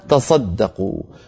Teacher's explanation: الحرف الثاني يدغمونه فيما بعده، يعني تاتا صدقوا، يحولون التاء الثانية إلى صاد فيدغمونها في الصاد التي بعدها فتصير تصدقوا. وبعض القبائل بدلا من أن يدغموها يحذفون إحدى التائين · Term: بحذف إحدى التائين